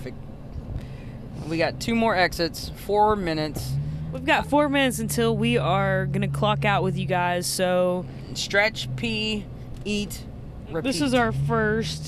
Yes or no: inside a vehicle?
yes